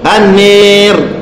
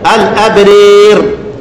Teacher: حميدا التاء لدور الكسائي والحاء لمين لأبي عمرو دول يقرأوا بإيه بإمالة الألف الواقعة قبل راء متطرفة · Term: الإمالة